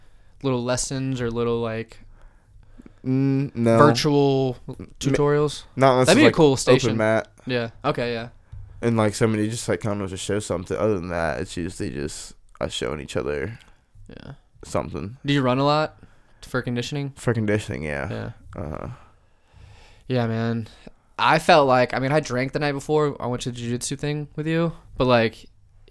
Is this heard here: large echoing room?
no